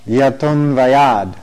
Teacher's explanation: that AH changes to an O and the A becomes dropped, and that dropped A is represented by this little apostrophe.